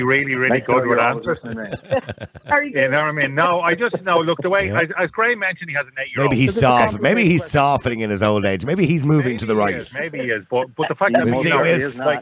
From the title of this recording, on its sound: Callers Only